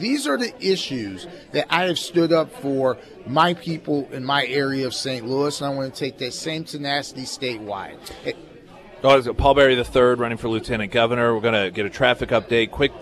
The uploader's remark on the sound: live at Scramblers Diner for the Friday Road Show